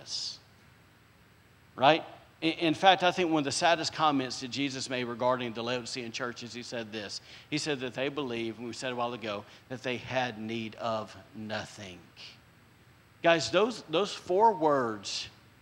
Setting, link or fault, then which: setting, large echoing room